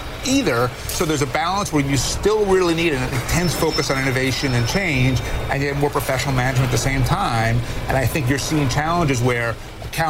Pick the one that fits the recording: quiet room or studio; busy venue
busy venue